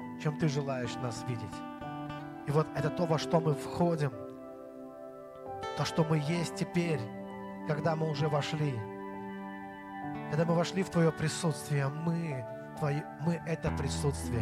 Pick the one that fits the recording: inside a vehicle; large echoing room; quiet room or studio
large echoing room